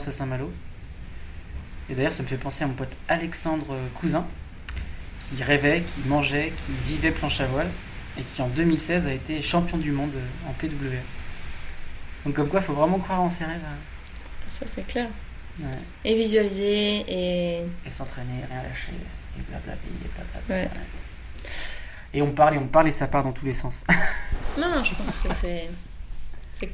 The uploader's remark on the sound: en live de Bora Bora